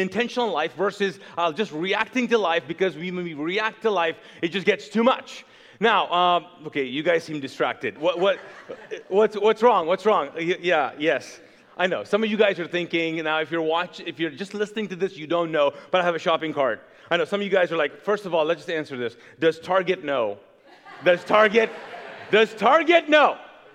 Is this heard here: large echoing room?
yes